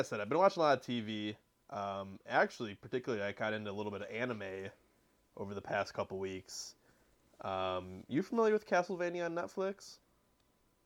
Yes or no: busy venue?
no